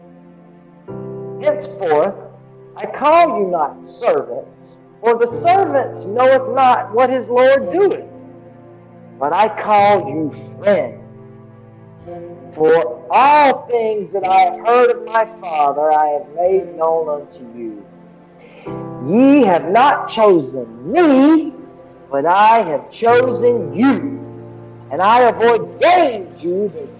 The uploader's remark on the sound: This is the sermon that I preached this morning Sunday February the 13th 2022.